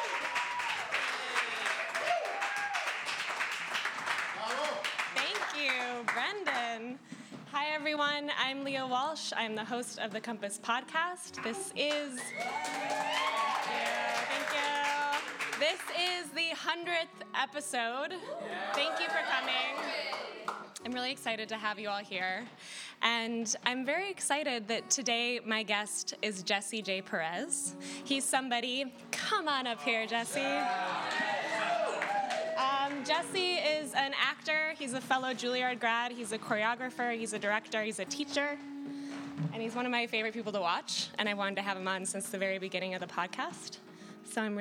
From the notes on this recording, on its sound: The 100th Episode Live Event (which occurred 11/19/17 in NYC).